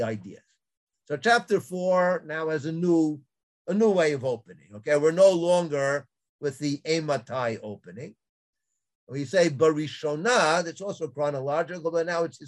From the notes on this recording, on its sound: This audio was originally captured from Zoom.